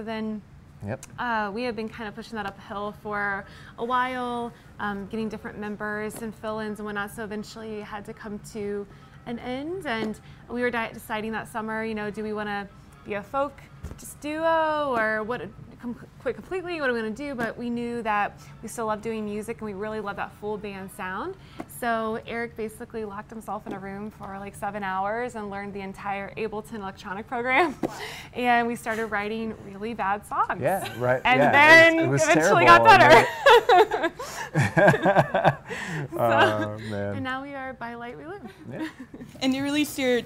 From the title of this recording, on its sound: Live at the Cleveland Sessions